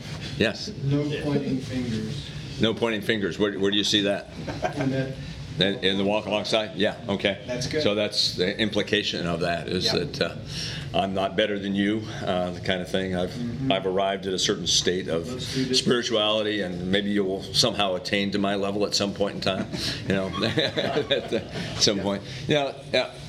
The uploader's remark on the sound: Today’s audio comes from the National Disciple Making Forum by Discipleship.org. Global Discipleship Initiative hosted a track called “Turning Your Church into a Disciple Making Mission.”